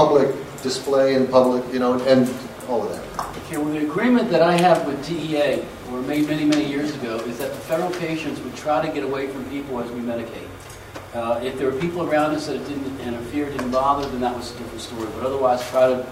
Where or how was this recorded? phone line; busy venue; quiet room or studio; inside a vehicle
busy venue